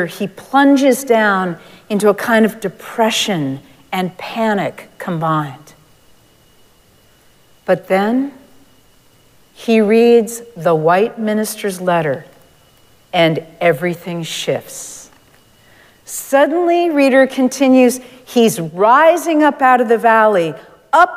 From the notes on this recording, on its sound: Recorded live at Arlington Street Church, Sunday, January 14, 2023.